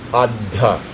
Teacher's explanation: But that D, that first D, it takes on half a matra.